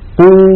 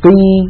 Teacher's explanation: ألا تلاحظون بأن قو هواؤها أكثر من قي، فصداها أكبر فتثقيمها أكثر.